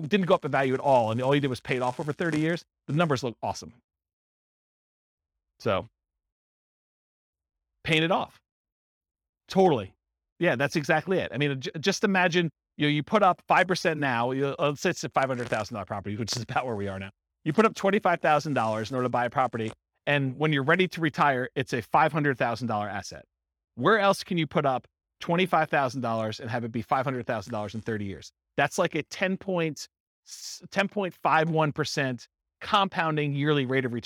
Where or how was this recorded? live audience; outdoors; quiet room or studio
live audience